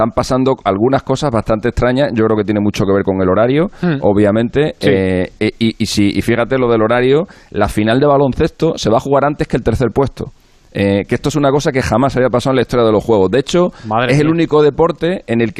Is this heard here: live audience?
no